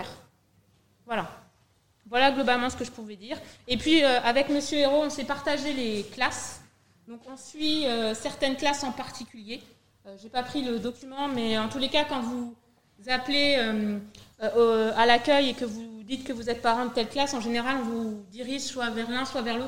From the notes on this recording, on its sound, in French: Voici une captation de la réunion qui a eu lieu au collège le 13 septembre 2021 à 18h pour accueillir les parents d'élèves de 6e.